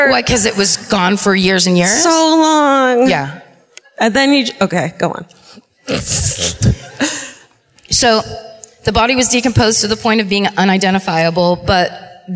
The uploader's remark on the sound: Live at the Cobb Energy Performing Arts Centre in Atlanta